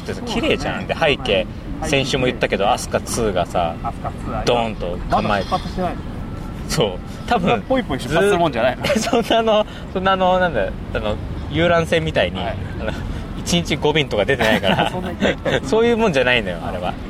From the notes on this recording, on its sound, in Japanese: 赤レンガ倉庫でタコス祭りロケ。そんな最中、すぐ側で勃発した女子高生VSおじいさん。